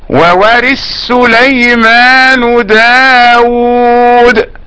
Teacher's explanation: فإن السوسي يقرأ بإدغام الثاء في لفظ ورث، في السين في لفظ سليمان